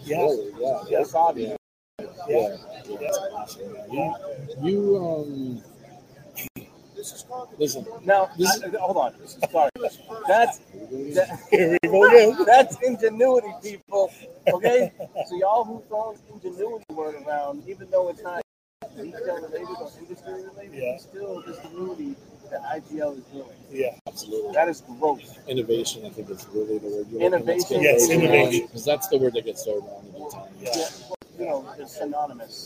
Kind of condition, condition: fault, background noise